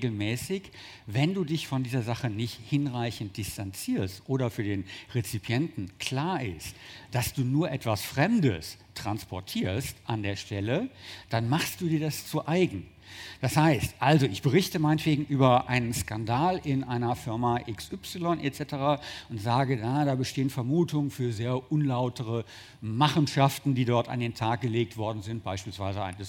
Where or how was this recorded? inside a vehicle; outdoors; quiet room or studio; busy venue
busy venue